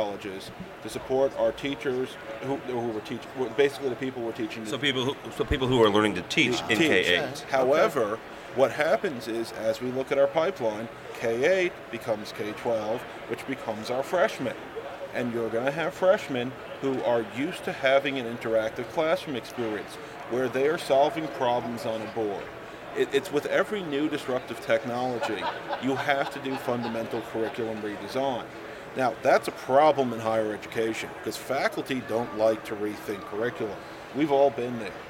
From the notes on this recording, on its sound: We are live at InfoComm 2012